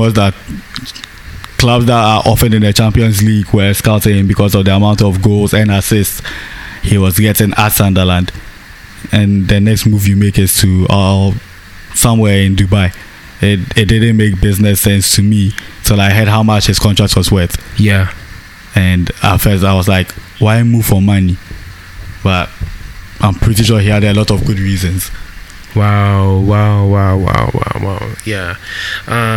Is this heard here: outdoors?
yes